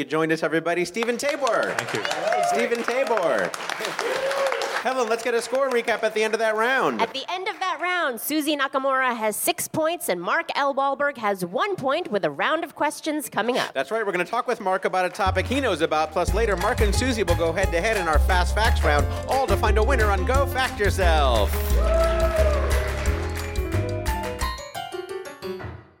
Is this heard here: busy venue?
yes